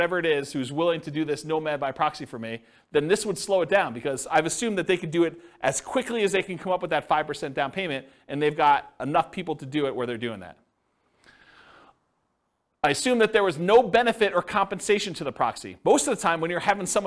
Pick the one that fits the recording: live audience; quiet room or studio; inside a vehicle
live audience